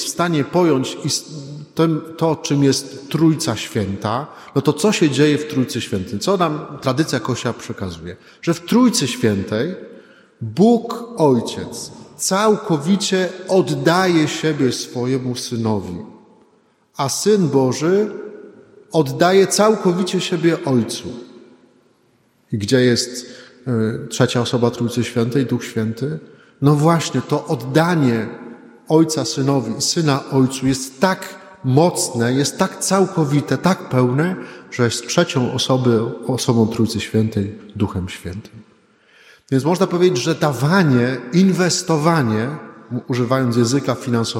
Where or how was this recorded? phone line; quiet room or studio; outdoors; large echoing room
large echoing room